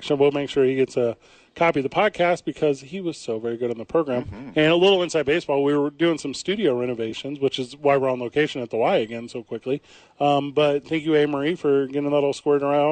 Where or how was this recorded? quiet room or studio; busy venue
busy venue